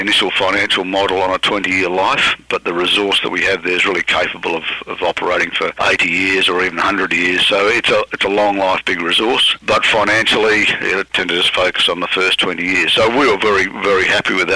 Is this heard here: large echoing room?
no